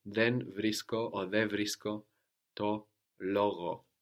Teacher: And I can tell you that l is also a soft sound, so we could lose the N of ton in ton logo